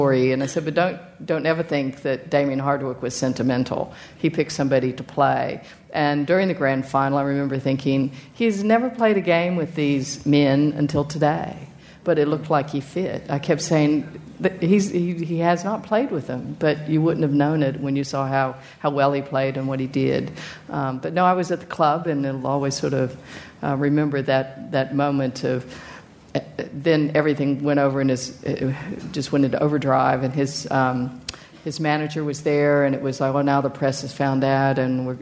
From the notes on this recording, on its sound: Live Christmas Show